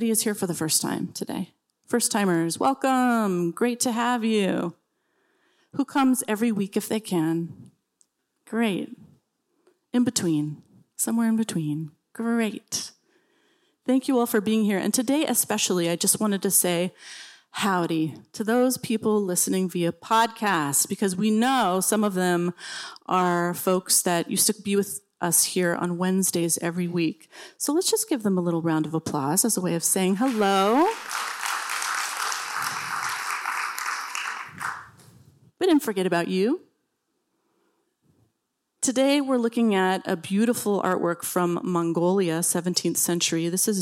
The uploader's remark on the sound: The Rubin Museum of Art presents a weekly meditation session led by a prominent meditation teacher from the New York area. This podcast is recorded in front of a live audience, and includes an opening talk, a 20-minute sitting session, and a closing discussion.